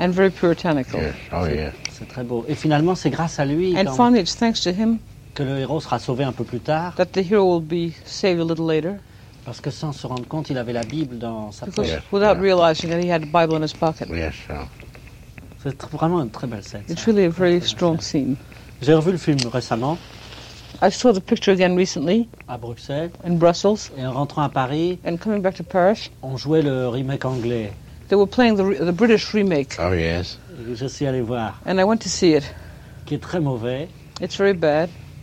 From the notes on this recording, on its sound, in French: Promenade sur la Croisette, à Cannes, lors du festival de 2008.